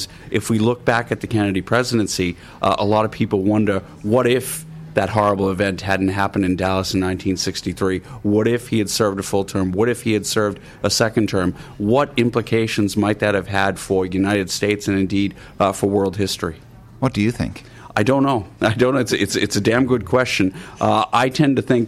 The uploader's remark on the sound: The Hard Shoulder was LIVE from the Dunbrody Visitor Centre in New Ross for the Kennedy Summer School.